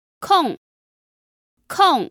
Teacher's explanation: Kong. is a fourth tone and means free time